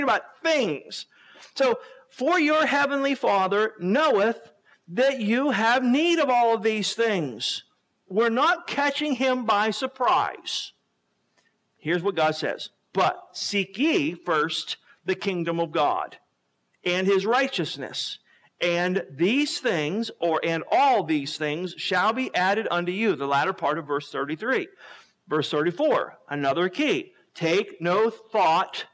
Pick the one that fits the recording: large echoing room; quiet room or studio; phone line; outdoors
large echoing room